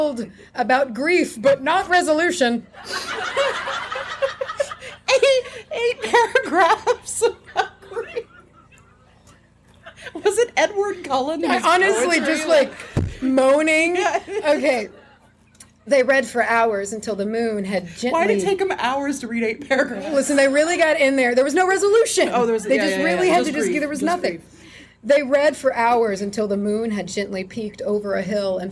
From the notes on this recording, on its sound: Pyromorphite and Pigeons LIVE at Anahata's Purpose '22. We're still on the road travelin' home from Pennsylvania, so we're releasing our live show from Anahata's Purpose!